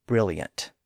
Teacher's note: most people pronounce with a Y sound near the end, as yet, brilliant.